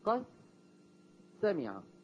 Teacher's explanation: كذلك هون بدي حول الدال هي لسين، قد سمع، بدي أقول قس سمع، قس سمع، بدي أحول الدال لسين ثم أدغم السين في السين · Term: إبدال وإدغام